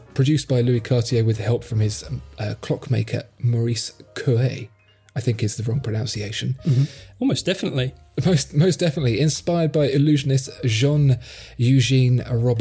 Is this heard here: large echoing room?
no